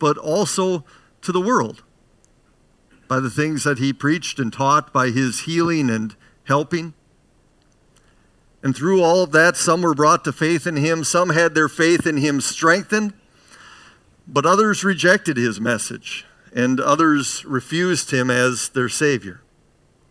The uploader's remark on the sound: Bethany, Appleton, WI. Preached this sermon at Bethany's Saturday worship on June 4, 2022.